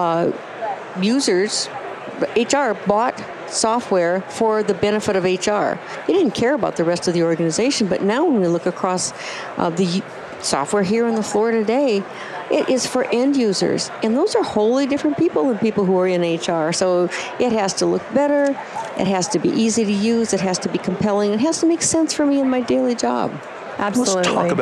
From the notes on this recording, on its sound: LIVE from Las Vegas, at #HRTechConf